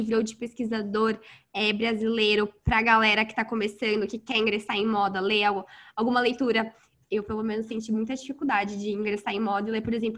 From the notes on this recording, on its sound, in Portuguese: Esta entrevista foi realizada via Zoom e por isso pode conter falhas e ruídos.